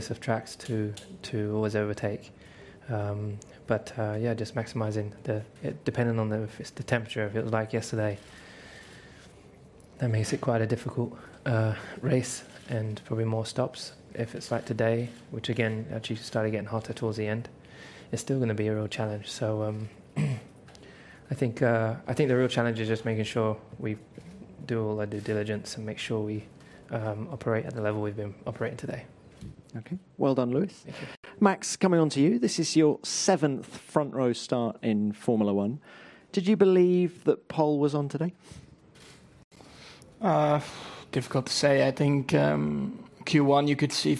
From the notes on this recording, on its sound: Germany Post-Qualifying Press Conference